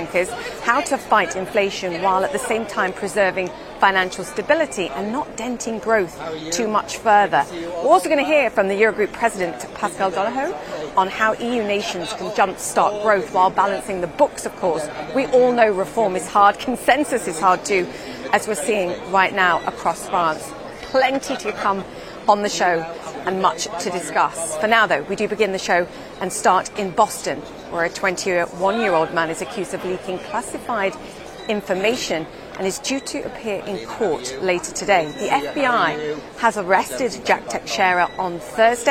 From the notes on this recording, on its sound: Today's show comes to you live from the Washington, DC headquarters of the International Monetary Fund